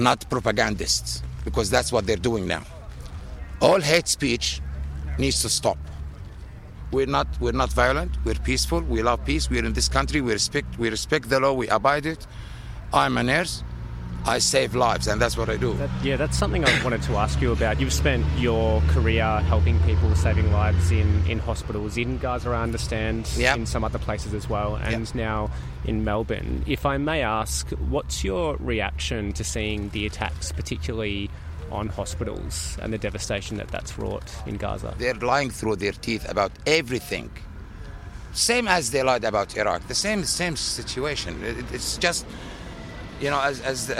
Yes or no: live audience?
no